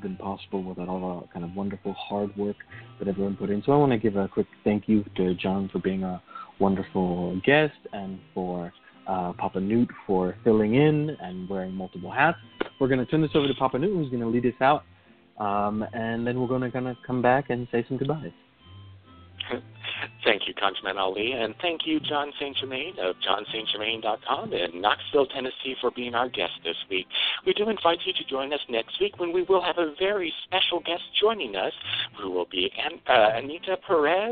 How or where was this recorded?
phone line